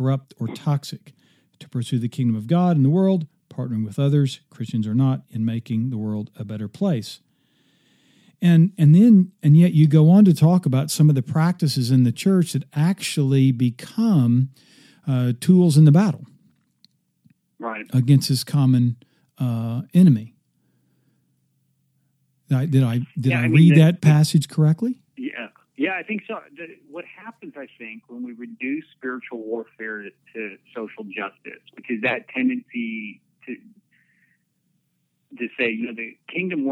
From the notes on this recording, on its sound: Out of respect I kept our time on the phone to an hour.